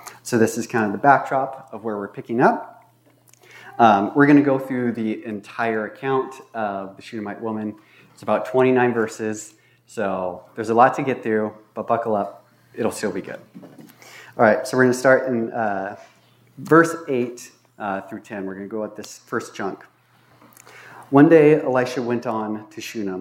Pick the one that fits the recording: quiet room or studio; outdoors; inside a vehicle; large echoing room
large echoing room